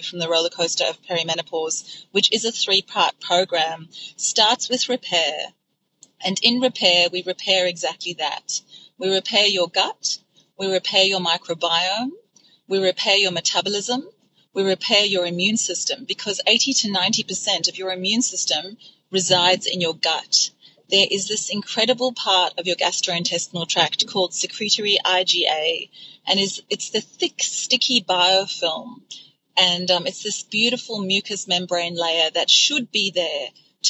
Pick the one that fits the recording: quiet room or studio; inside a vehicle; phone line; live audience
inside a vehicle